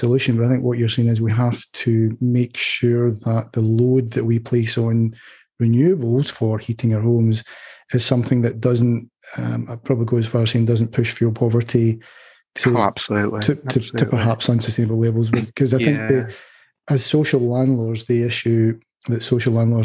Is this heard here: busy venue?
no